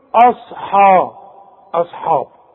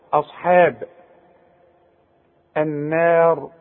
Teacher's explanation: رقق الهمزة ورقق الحاء · Shown in: second take